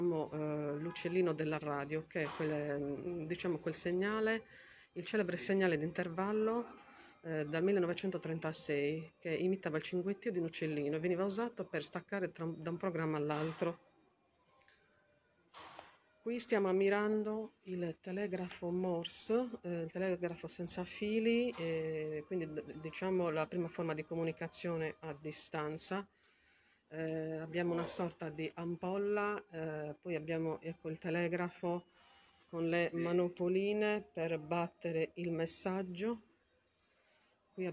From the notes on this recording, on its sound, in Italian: Torino - Live dal Museo della Rai con descrizione. Registrazione e caricamento a cura della pedagogista audiodescrittore.